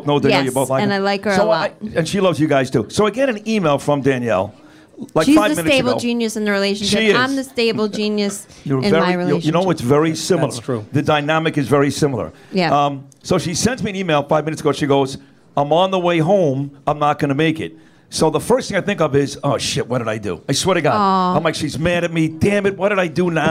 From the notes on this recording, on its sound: podcast live at Hunt & Fish Club in Times Square!